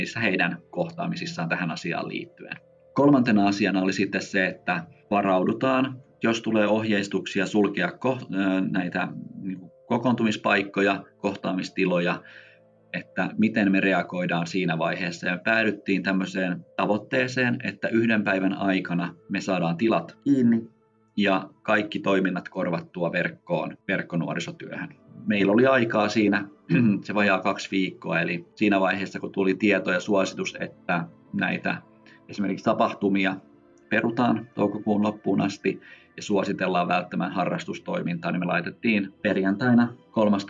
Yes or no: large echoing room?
no